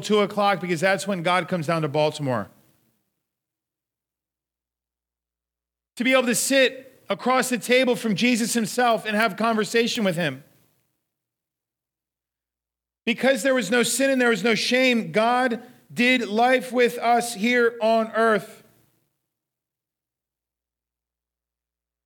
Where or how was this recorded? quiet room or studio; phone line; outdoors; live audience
live audience